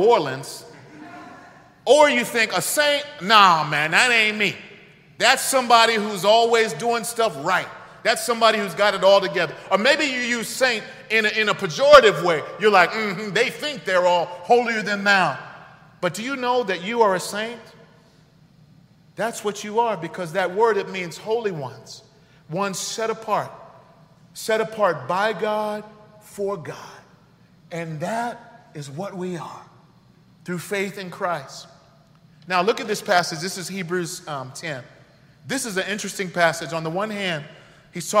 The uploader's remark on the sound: This message was delivered on October 16th 2022 at New City Fellowship: West End in St.